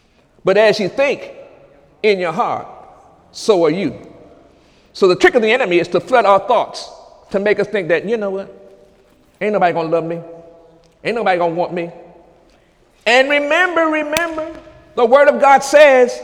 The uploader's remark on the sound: During Sunday morning service on April 1, 2018